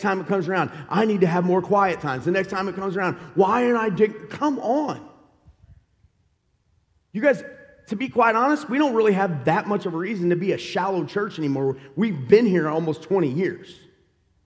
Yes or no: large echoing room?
yes